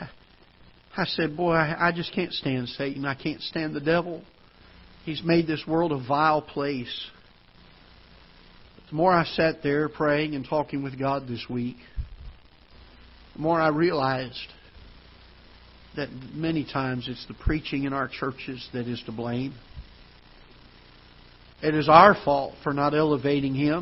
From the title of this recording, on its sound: Ketha Heights Baptist Church ~ Live Broadcast